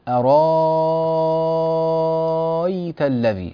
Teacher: نبدل الهمزة الثانية التي بعد الراء نبدلها إلى ألف طويلة المد